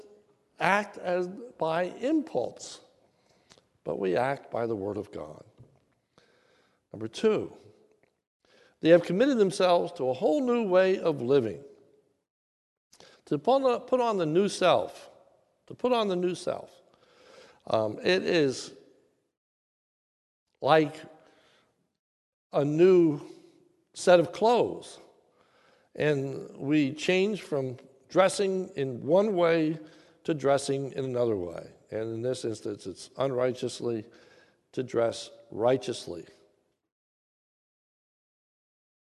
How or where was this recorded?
large echoing room